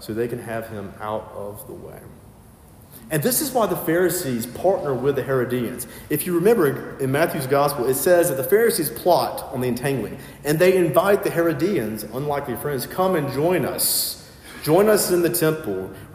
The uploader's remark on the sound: filled in at a local sister parish and preached